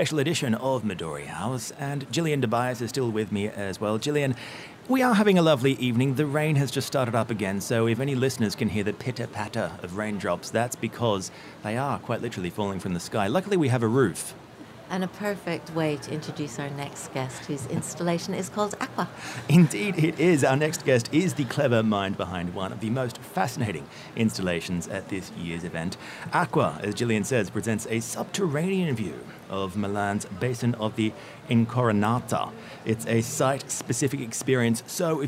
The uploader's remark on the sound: Today we are coming to you live from Salone del Mobile in Milan, brought to you in partnership with our friends at Hyundai. Monocle’s vantage point in Tortona.